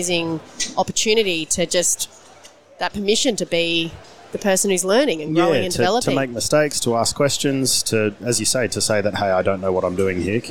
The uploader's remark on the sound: Recorded at the 2022 FPA Professionals Congress